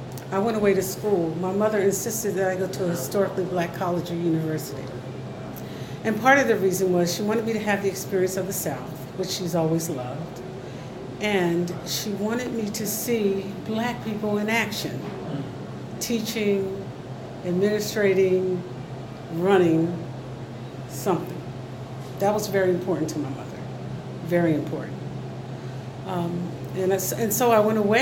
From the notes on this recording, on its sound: Recorded at Starbucks in Trenton NJ.